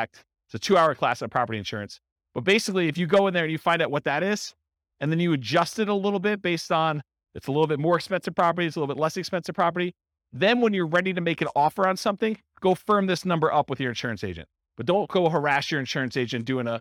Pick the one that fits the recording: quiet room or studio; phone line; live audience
live audience